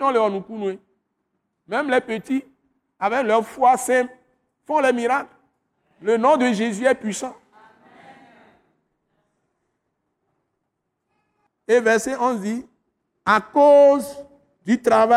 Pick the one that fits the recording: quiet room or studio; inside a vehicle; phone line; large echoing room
large echoing room